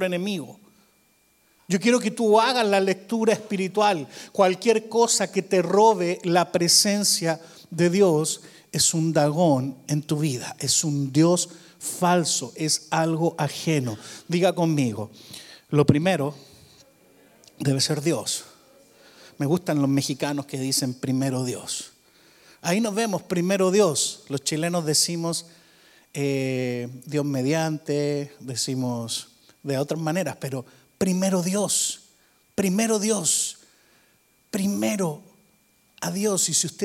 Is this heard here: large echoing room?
yes